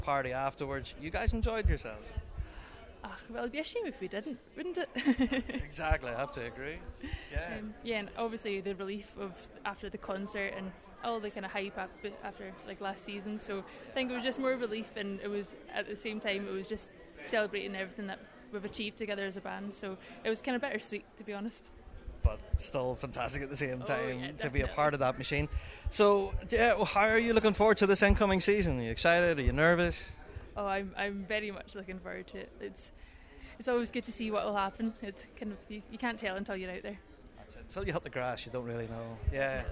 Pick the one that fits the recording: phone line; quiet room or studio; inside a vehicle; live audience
live audience